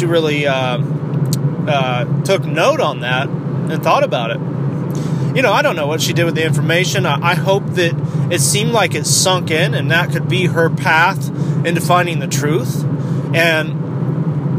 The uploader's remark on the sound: CHANT IT DOWN RADIO GOES MOBILE IN THIS EPISODE. IS IN THE CAR ON A LOS ANGELES FREEWAY.